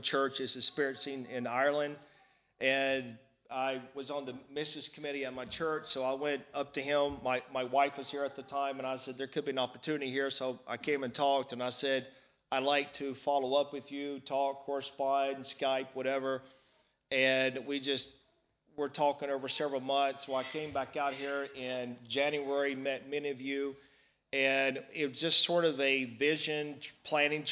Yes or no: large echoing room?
yes